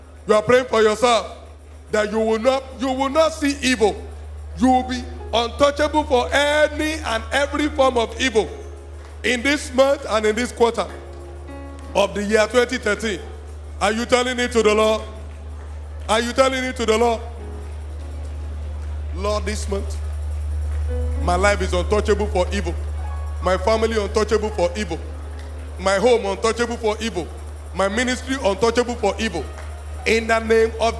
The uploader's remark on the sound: This message was preached in April 2012 at RCCG,Jesus House,Port Harcourt,Nigeria.